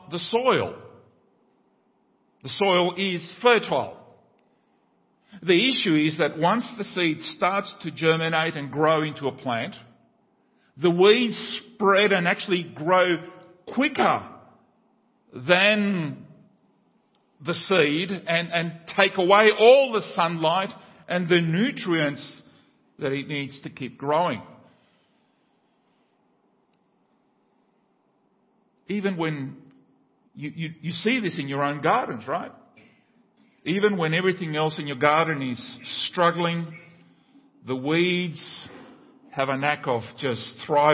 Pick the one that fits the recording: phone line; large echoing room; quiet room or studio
large echoing room